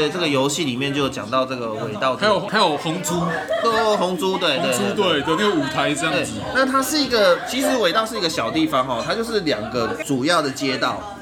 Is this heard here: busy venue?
yes